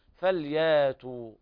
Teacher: قرأ ورش بإبدال الهمزة ألفا مدية، حيث قال الشاطبي رحمه الله تعالى إذا سكنت فاء من الفعل همزة فورش يريها حرف مد مبدلة.